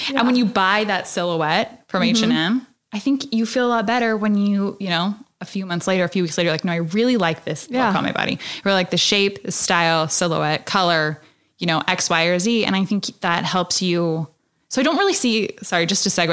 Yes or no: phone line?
no